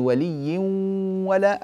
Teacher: الغنة ليست من صفات الواو، إنما هي من صفات النون التي أدغمت، فلذلك الإدغام هنا إدغام ناقص.